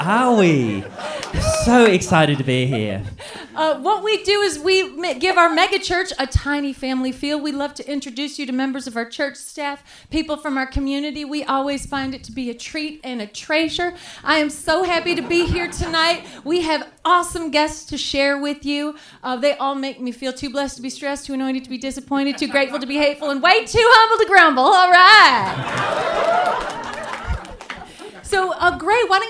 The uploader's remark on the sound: Live from Dynasty Typewriter, Los Angeles